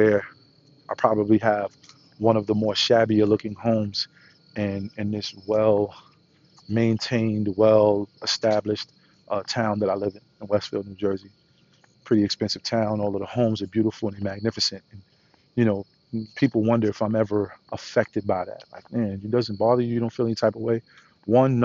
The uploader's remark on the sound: Walk & Talk